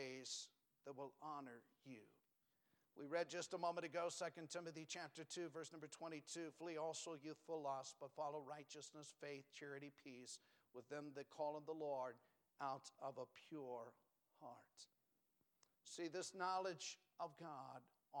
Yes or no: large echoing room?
yes